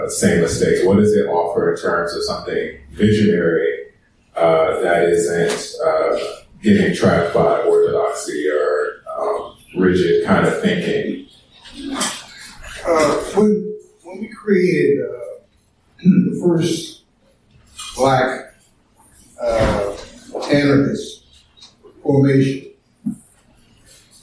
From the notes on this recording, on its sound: An audio recording from the recent Another Carolina Anarchist Bookfair in so-called Asheville, North Carolina. An audio recording from the recent Another Carolina Anarchist Bookfair in so-called Asheville, North Carolina.